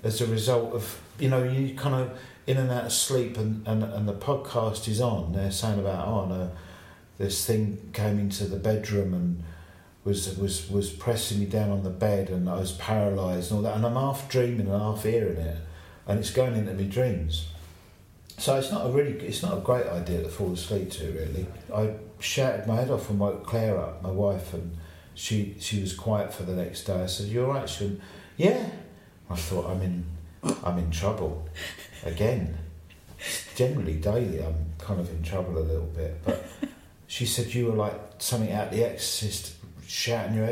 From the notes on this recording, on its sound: This episode was recorded back stage at the Barbican at a show we were both playing that night. You may hear the echo of the room and musicians bobbing past now and again.